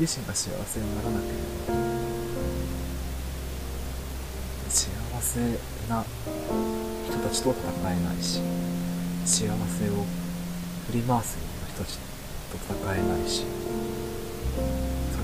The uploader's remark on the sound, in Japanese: 音声も未だにノイズ混じり